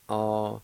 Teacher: In the second part, there's a faint H sound right before the L, like this, A-Y-E-L-I.